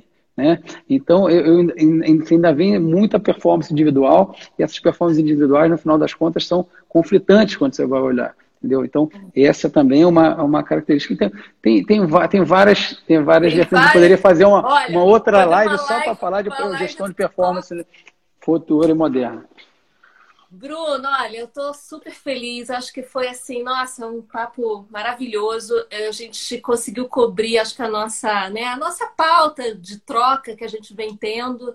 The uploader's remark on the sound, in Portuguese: Live exibida no dia 22/07/2020, no Instagram.